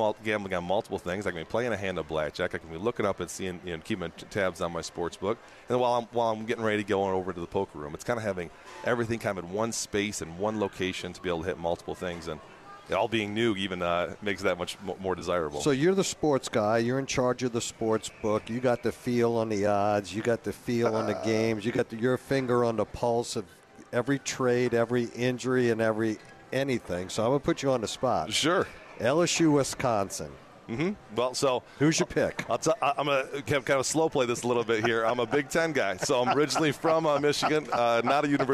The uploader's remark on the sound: broadcasting LIVE from from Caesars New Orleans!